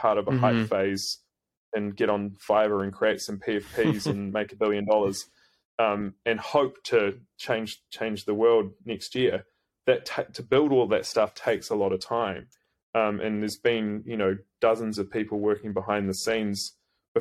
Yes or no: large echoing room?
no